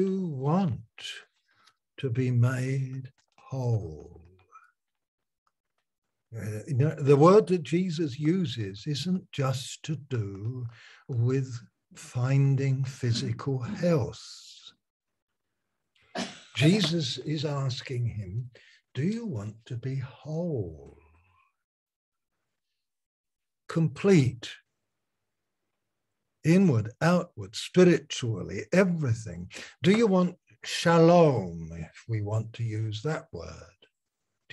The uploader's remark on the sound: Malaysia Meets (Zoom)